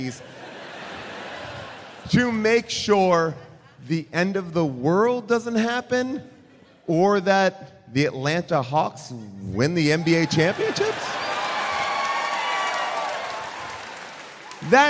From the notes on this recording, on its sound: Recorded live from Seattle